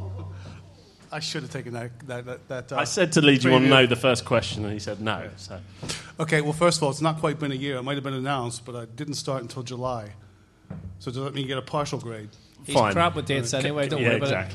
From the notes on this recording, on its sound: QPR LIVE PODCAST 2016. Live podcast from the Good Ship in Kilburn! In front of a live audience.